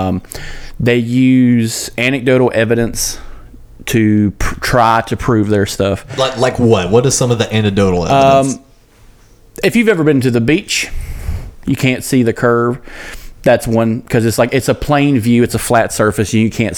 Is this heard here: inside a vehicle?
no